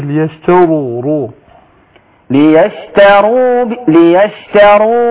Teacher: عايزين نفخم الراء برضه شوية